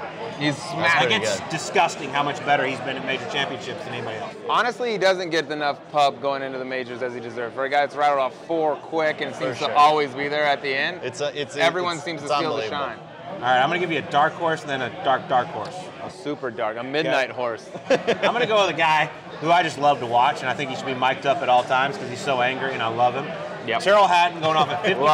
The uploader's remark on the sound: Live from Savannah Brewing Co. In Augusta.